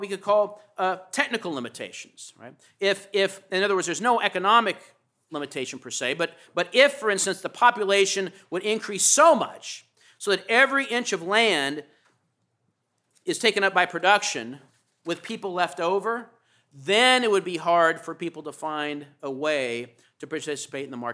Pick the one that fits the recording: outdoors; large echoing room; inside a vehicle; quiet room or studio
large echoing room